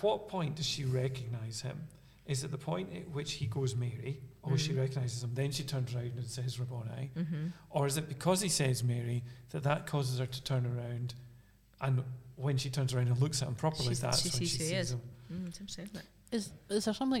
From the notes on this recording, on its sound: Are together in Aberfeldy. This episode was recorded in Aberfeldy Church of Scotland.